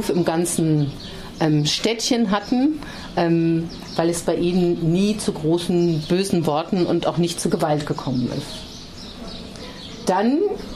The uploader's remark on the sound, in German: Führte durch die Straßen der Innenstadt und machte Station an Orten, an denen Frauen auf besondere oder auch ganz alltägliche Weise in Freiburg gewirkt haben. Ausschnitte aus dem feministischen Stadtrundgang aufgenommen.